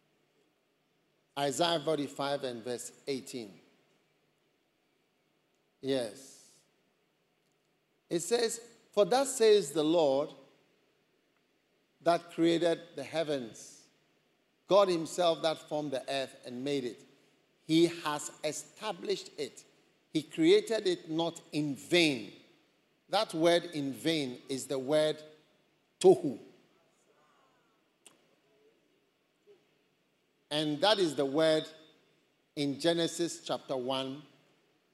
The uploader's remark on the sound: Preached at the First Love Experience Service.